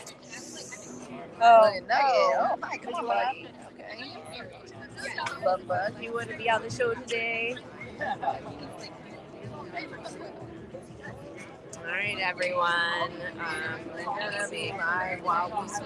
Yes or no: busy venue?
yes